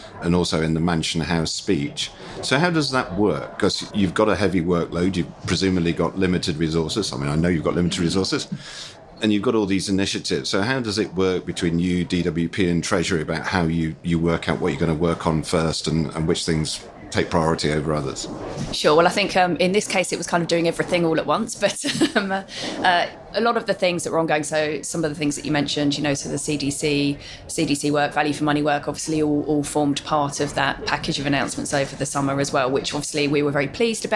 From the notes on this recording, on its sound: On the road - PLSA day three pt. 2. Recorded live at the annual PLSA conference in Manchester!